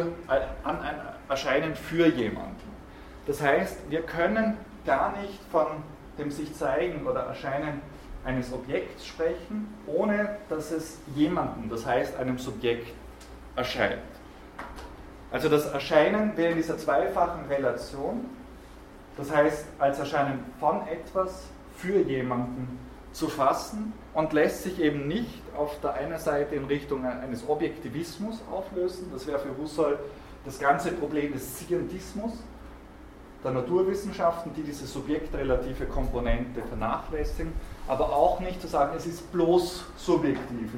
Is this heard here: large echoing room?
yes